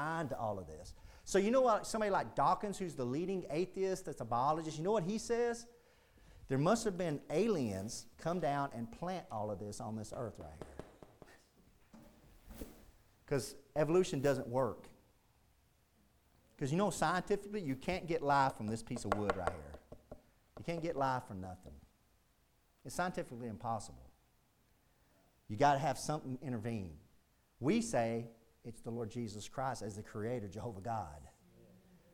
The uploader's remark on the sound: Preached at Indian Gap Baptist Church-- Indian Gap, Texas.